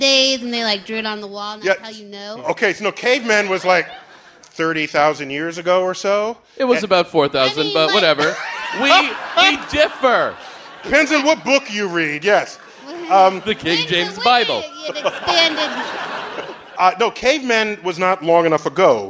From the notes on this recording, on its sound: Live at the Bell House. At the Bell House in Brooklyn, NY. For our second show in front of a live audience.